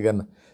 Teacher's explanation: you will find Egyptians when they recite the Quran, all the places where there is jim, they say gim, right?